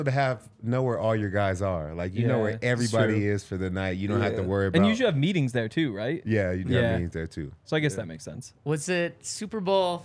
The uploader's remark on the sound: coming to you LIVE from the DNVR Bar